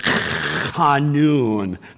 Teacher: There's a guttural CH that comes at the front of his name. We're not familiar with that, but it sounds like you're clearing your throat when you pronounce his name correctly.